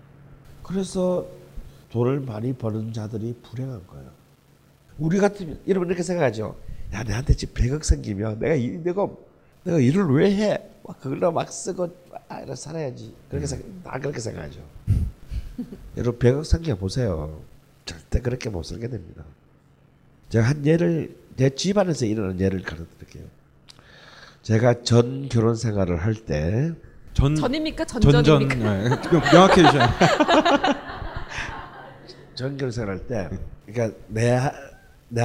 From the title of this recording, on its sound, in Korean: 우리는 여전히 뻘쭘한 공개방송 중입니다